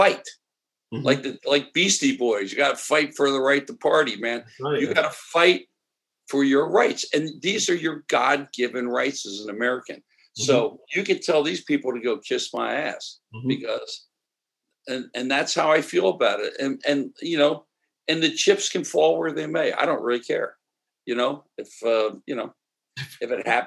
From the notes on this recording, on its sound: Sunday Sauce via Zoom.